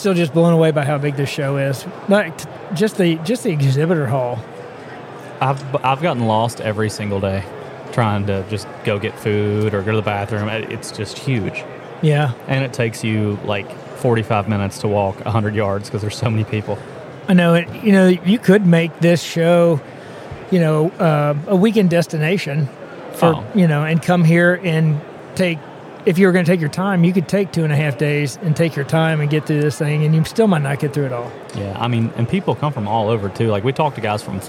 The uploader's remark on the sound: Live From The Great American Outdoor Show